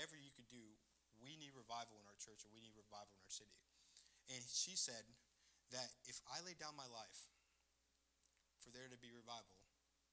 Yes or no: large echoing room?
yes